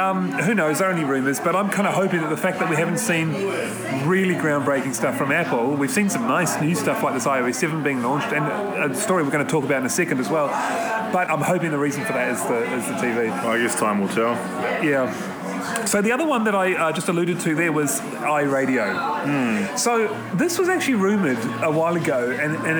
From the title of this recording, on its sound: Live from the Southern Cross Bar